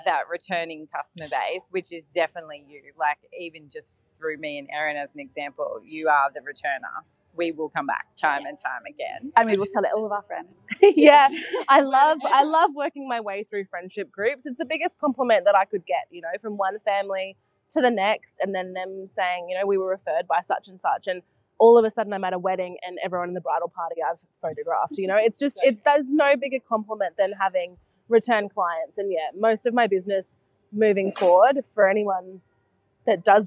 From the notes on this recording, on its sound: This episode was recorded at Woodstack cafe in Coolum. This episode was recorded at Woodstack cafe in Coolum.